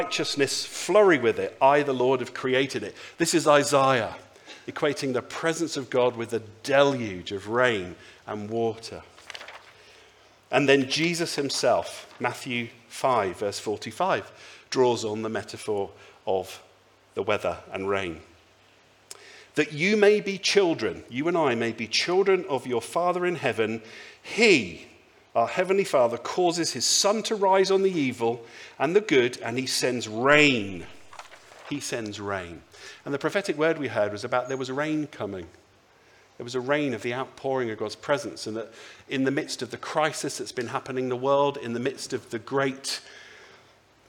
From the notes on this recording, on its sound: speaks at the Sunday Service